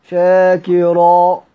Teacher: يعني تقف عليه بإبدال هذا التنوين ألفا · Term: الوقف بالبدل